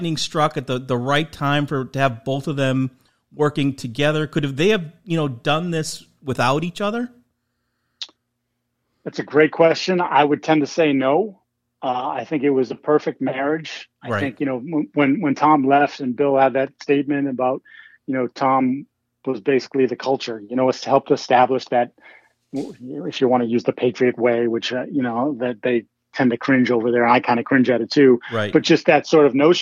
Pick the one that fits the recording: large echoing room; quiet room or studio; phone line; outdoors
phone line